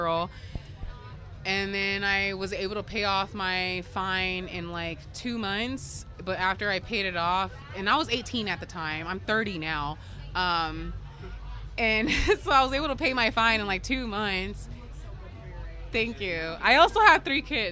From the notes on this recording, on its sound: I decided to take my mic and interview people at this magical gathering of people called the Full Moon Festival. This is is festival of all local artist, dis and and anyone who wants to show off their cool shit!